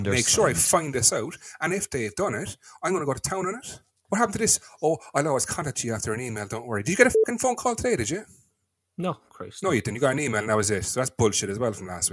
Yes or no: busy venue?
no